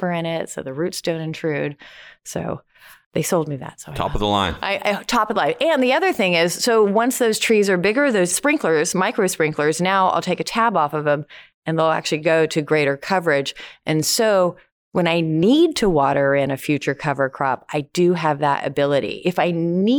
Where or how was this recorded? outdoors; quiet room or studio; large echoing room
quiet room or studio